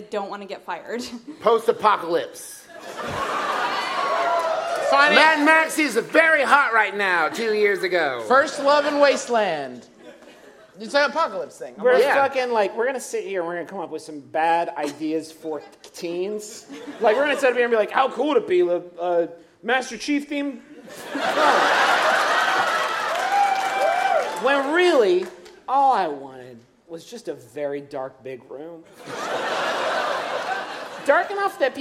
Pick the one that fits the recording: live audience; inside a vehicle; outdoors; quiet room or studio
live audience